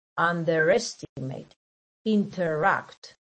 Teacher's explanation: In this case, we have a middle stress and the heavy stress. As you can see in underestimate, under is the middle stress and the big stress is the one in the base. · So here we have to pay attention to the heavy stress. The heavy stress is in the second part.